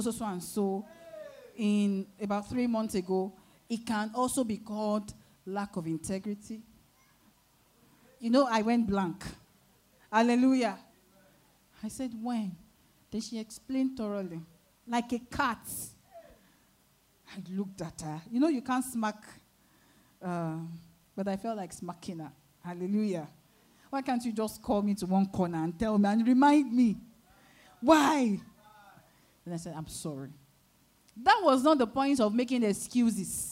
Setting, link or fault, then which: setting, large echoing room